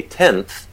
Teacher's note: And so the N is also articulated on the edge of the teeth. And so we get a dental articulation. Now, it's a pretty subtle difference.